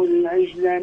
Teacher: ترقيق رققت الجيم ولم تقلقلها